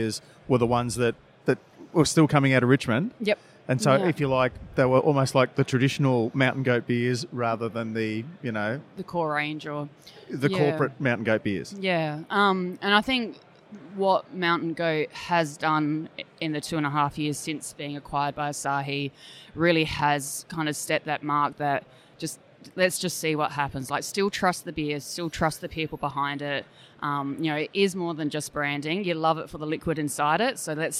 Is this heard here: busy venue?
yes